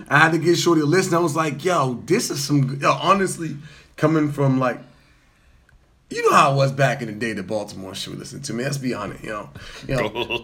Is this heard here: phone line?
no